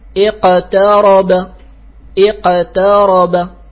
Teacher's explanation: القاف ها هنا ساكنة وقبلها مكسور فتأخذ درجة المكسور